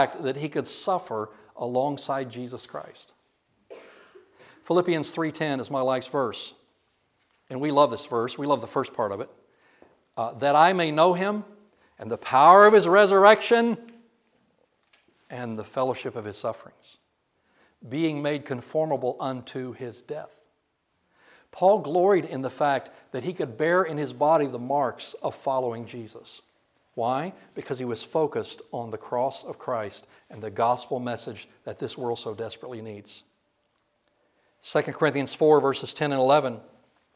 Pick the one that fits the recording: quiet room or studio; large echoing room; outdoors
large echoing room